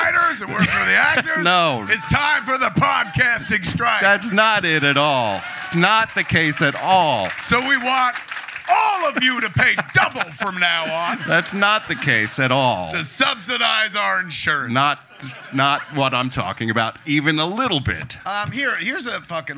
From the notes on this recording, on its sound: perform live at Flapper's Comedy Club on January, 27, 2024